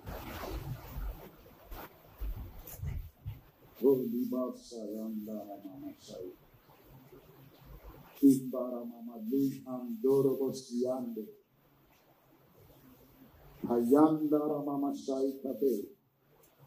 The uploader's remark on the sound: Sermon delivered at English Assebly